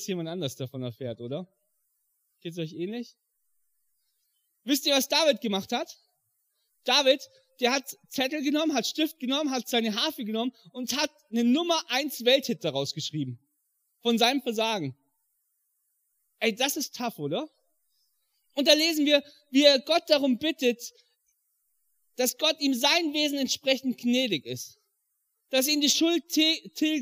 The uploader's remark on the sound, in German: im Rangergottesdienst in der Life Church Ansbach